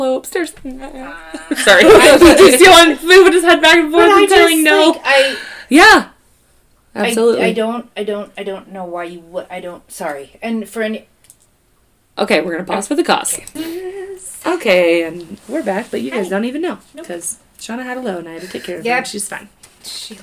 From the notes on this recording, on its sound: Lots of loud laughs and sounds however so radio adjustment as needed.